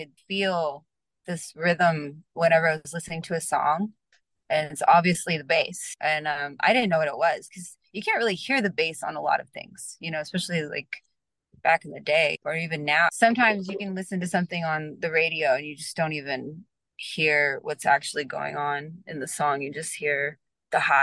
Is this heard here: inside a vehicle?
yes